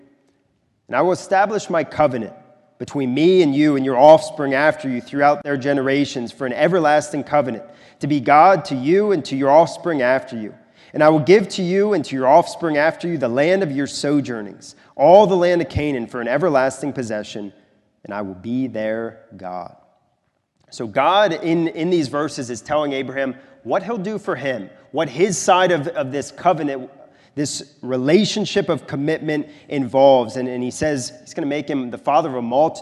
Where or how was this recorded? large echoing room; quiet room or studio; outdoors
large echoing room